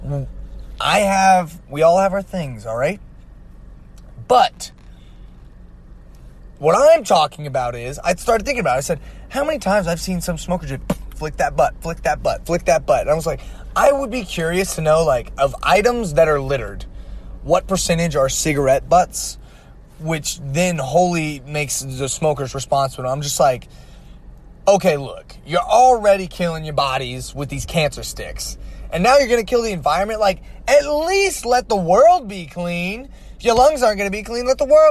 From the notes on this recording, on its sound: The audio quality of this one is not that great due to the fact I was on the road.